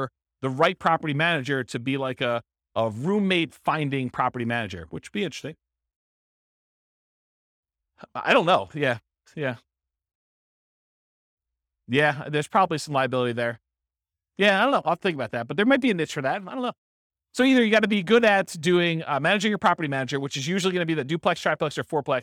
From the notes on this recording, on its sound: This was a live class recorded